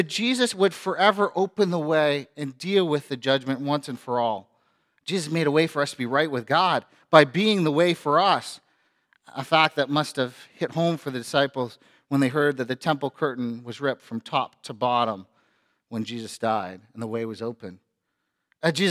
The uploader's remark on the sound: A sermon preached on Good Friday at FBC Church in Cobourg,